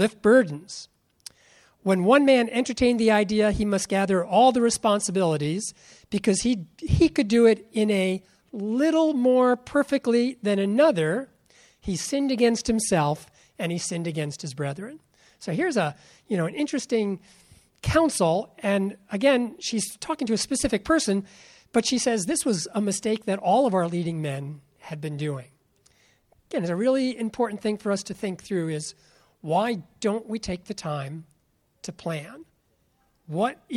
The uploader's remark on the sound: This seminar is an open interaction presentation with a panel of experienced ministry leaders to enhance the insight into succession planning.